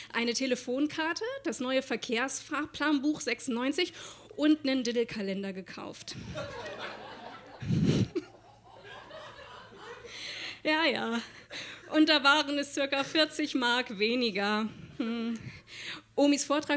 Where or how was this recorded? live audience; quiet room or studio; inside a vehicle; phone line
live audience